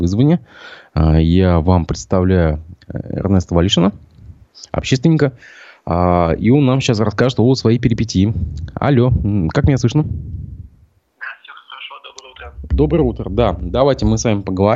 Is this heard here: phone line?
yes